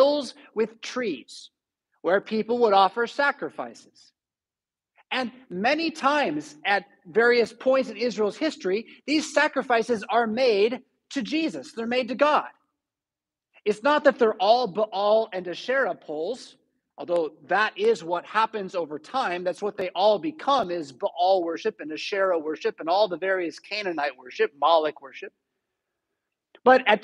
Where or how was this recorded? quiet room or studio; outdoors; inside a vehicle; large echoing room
large echoing room